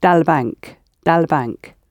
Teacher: So instead of saying da il bank, we're saying dal bank, dal bank. This is the bank.